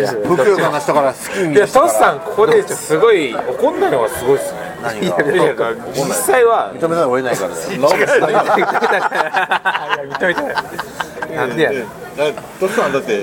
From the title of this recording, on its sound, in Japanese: 野毛ツアー現地収録